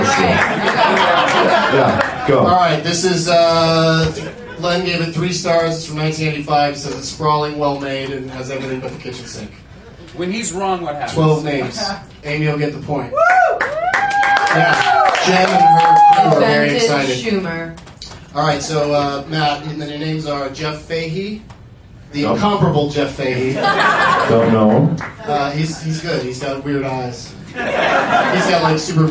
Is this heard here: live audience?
yes